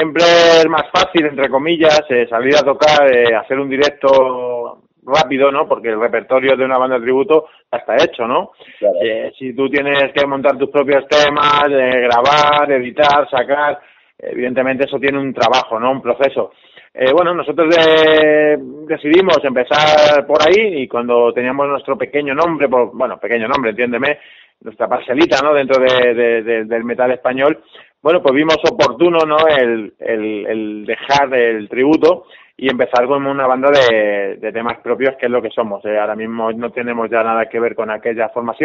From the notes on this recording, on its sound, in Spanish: Entrevista telefónica